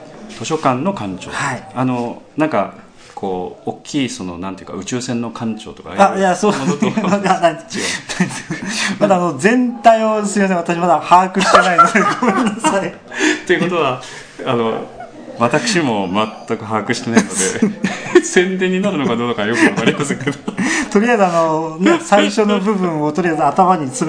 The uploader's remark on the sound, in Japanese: 第32回公演「ミスター・ムーンライト」の客演の方々との飲み会時に収録させていただきました録音です。